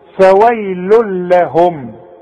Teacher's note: الادغام الكامل بدون غنة، ضمتين بعدها لام ما غنش